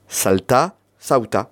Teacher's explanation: Le phonème étymologique L, a tendance de se cambiar en U.